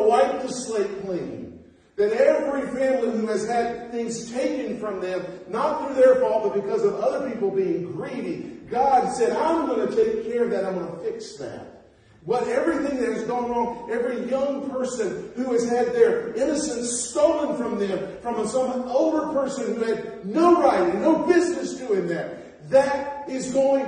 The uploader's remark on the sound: Preached at North Beaver Baptist Church in West Jefferson, NC